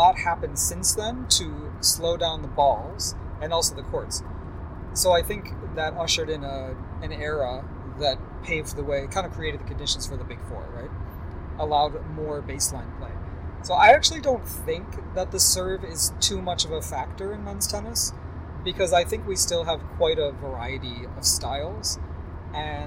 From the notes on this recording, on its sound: We're recording in the car again